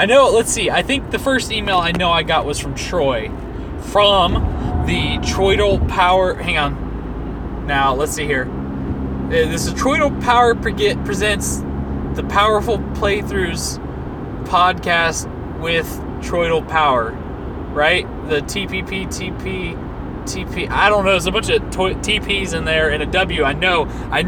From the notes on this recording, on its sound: Thoughts from the Car.